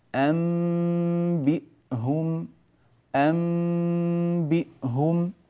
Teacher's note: للدلالة على أننا قد قلبنا هذه النون التي أمامنا الآن في المصحف نفسه، قد قلبناها إلى ميم، فصار النطق بميم وبعدها باء · Term: الإقلاب